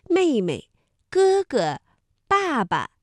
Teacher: 什么呀？太轻了。你别以为自己的力气有多大，我保证有一样东西你无论如何都搬不动。我不信。最沉的东西在哪儿啊？就在这儿。就在这儿，这间房子里。对。千万不能让爸爸知道，那个东西就在上面。听大人们说，这是天底下最沉最沉的宝物，叫做轩辕剑。轩辕剑。刚才呢，我们在哪吒当中啊提出了问题，故事当中的哪些人物当中去存在亲生的毒婴？大家找到答案了吗？我们会发现啊，像石矶娘娘，还有故事当中石娘娘啊，这是不同的叫法。这第二个娘啊，要读亲生石娘娘。你像威武大王，这个是不亲生的。但是故事当中这个人物关系还有一些，比如说像妹妹、哥哥、爸爸等，第二个字我们都读轻声